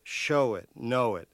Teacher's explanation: the accent is on the prior syllable, show it, know it, and that's done all the time.